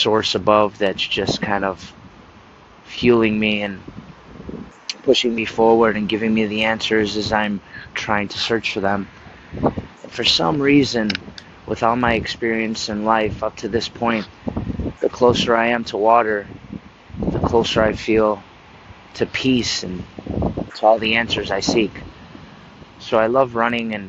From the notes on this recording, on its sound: Enjoying the outdoors, with all its splendor, and noises, as I’m trying to re-energize!